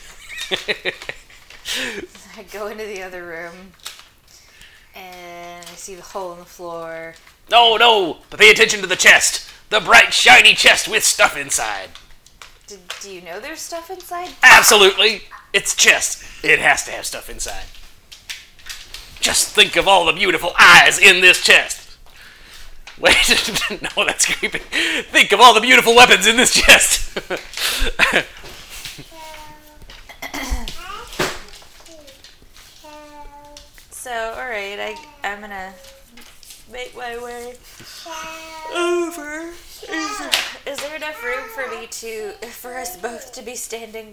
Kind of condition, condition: fault, sounds in the background